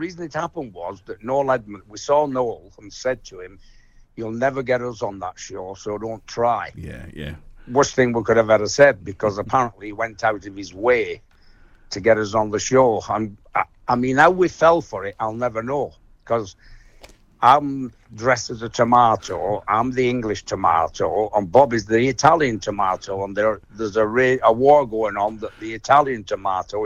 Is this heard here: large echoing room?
no